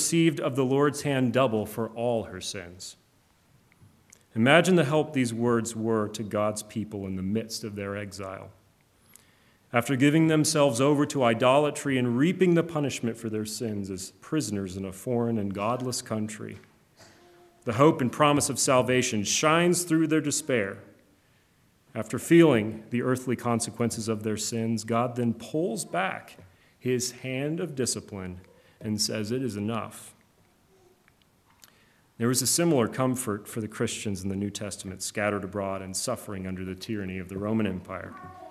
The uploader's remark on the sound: Preached on January 23, 2024 at Trinity Presbyterian Church ( Evangel Presbytery ) in Spartanburg, SC. Funeral Sermon.